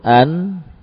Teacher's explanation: Kemudian huruf nun juga digolongkan sebagai huruf tawassut karena saat kita melafadzkan nun, sukun, an, dengan melekatkan ujung lidah pada gusi, suara berpindah, ya, berpindah ke khayshum